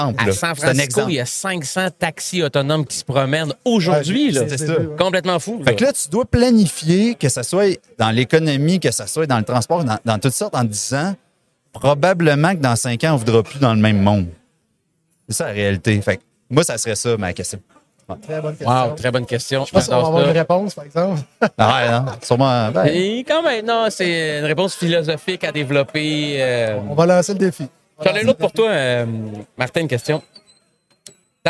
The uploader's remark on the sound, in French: En direct du Transal Saguenay